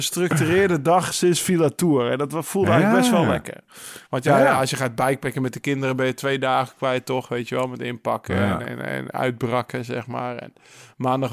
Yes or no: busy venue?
no